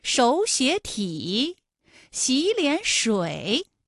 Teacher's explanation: 应该是第一个音节、第二个音节都变成三五，就是二声